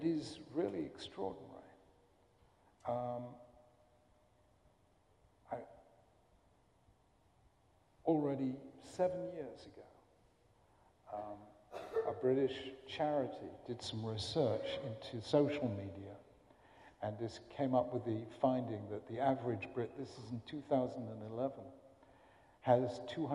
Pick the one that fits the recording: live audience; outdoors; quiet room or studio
live audience